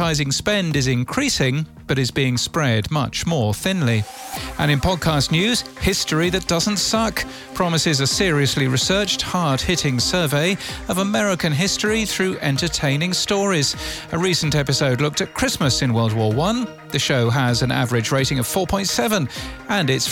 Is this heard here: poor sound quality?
no